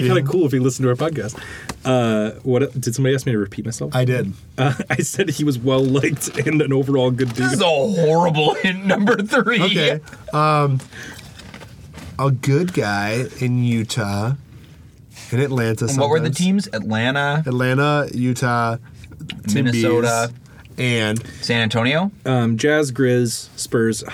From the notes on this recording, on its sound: Live from the Back of the Top the Tater Van. We recorded this episode in the back of the Top the Tater Van in a parking lot down by the river in Stillwater.